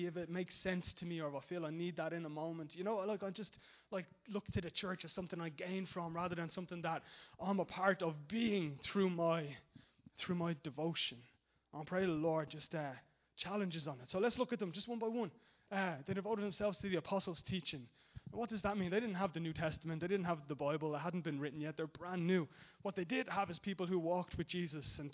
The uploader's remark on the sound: Recorded live at Liberty Church on 9th February 2020